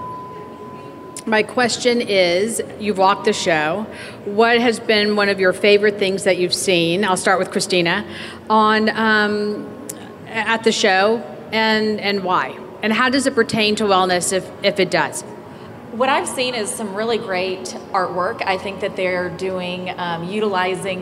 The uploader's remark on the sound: Live from WestEdge Design Fair Dallas Edition. A panel conversation recorded live from the WestEdge Design Fair, Dallas edition.